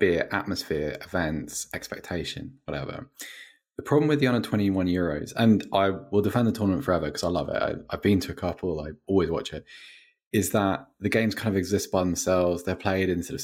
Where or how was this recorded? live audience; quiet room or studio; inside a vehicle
quiet room or studio